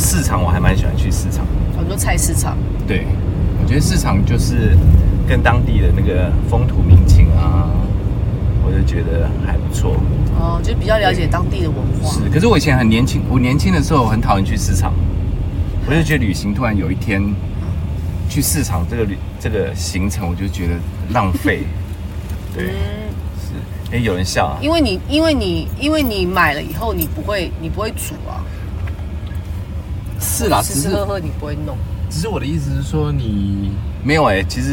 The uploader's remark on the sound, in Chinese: 車錄。聽著大家在車上說說笑笑的錄音。當時旅行中有大海味道的空氣，彼此聊天時大笑的呼吸，車窗空隙吹亂髪稍的風。旅途中參與錄音的三位特別的旅伴。